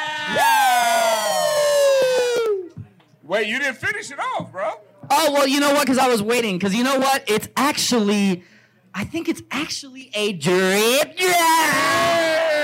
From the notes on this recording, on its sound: LIVE Duffy's Watch Party. This was recorded LIVE at our watch party in Duffy's North Miami Beach. Audio and video may not be our best, but we had fun.